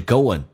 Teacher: 那个 ing 后鼻音可以发成前鼻音 in 或者发成 n